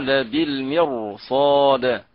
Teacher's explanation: هذه الراء مفخمة لكل قراء لأن بعدها صاد